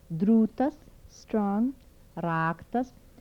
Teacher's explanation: Alveolar tap without palatalization.